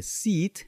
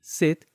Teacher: Verás que sentirás la lengua más relajada. Estando la lengua un poco más abajo, cuando quieras volver a producir la letra I, ya sonará distinta, más baja. Esa es la I del inglés. · Shown in: second take · Haciendo ese ejercicio conscientemente, notarás una diferencia entre la pronunciación de sit, que usa la I del español, y sit, que usa la I del inglés.